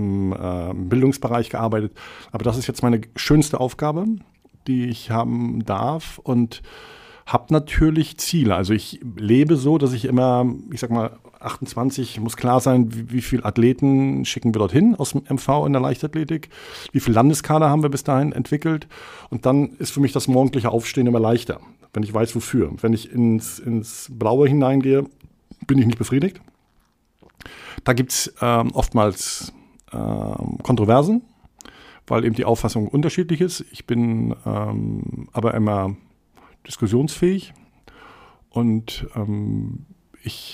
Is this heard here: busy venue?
no